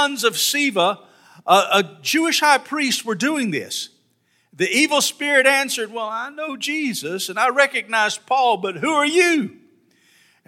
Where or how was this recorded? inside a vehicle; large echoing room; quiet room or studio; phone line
large echoing room